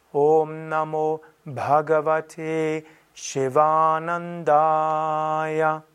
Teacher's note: das Bha, das H ist hörbar